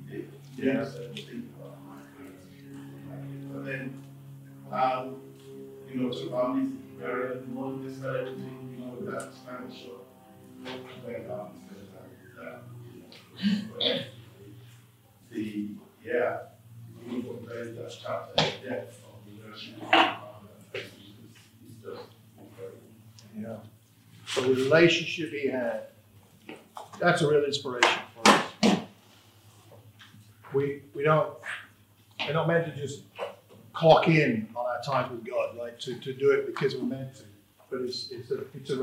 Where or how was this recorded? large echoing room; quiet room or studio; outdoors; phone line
large echoing room